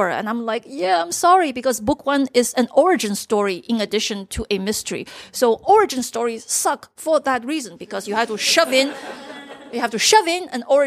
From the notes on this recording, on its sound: Live at Loyalty Books. Two live recordings, back to back! I recorded this on Friday, 25 October, 2019, at the Loyalty Bookstore in Washington DC. In the middle we have crashing cups, a spontaneous reading from the author, and a special additional guest.